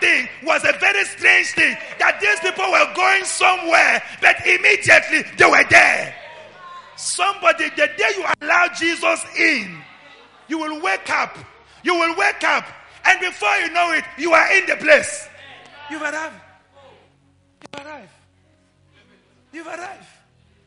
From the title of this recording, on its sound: LIVE AT ABC KHALANYONI